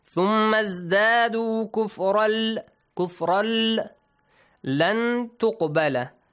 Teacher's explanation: But with out ghunna, yes? No nasal sound. Just merge them. And do not prolong it for two counts, just one count. · Term: Merging idgham